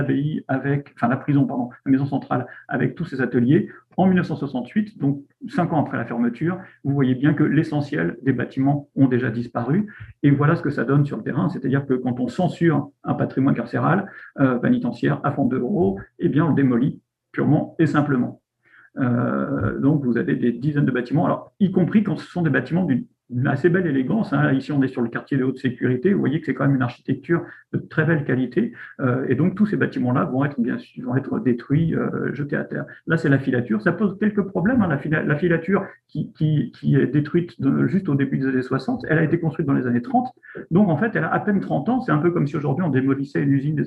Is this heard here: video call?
yes